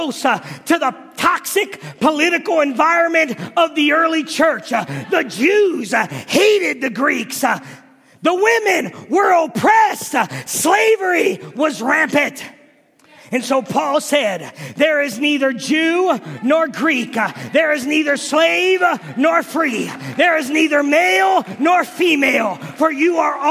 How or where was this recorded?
large echoing room